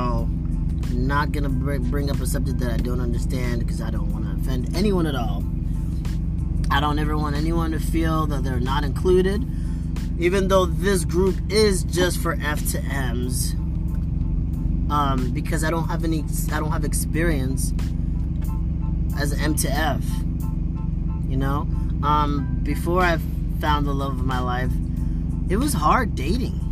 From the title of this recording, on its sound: Random Thoughts While Driving